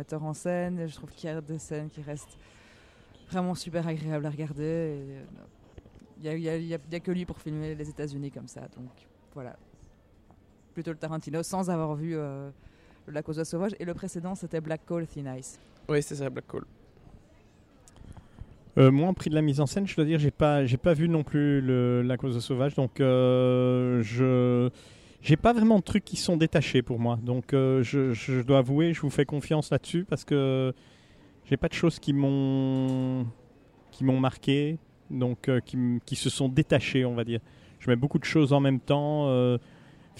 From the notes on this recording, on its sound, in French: Cette année, on fait le récapitulatif du Festival de Cannes depuis la terrasse du Grand-Palais.